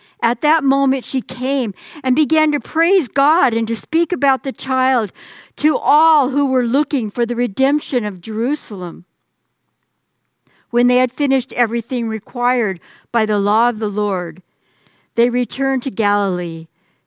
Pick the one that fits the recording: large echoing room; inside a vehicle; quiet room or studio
large echoing room